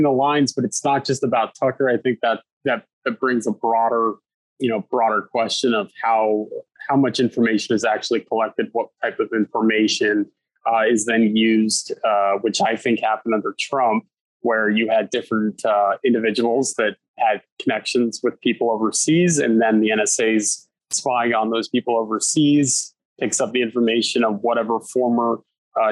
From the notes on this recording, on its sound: Sits down over Zoom.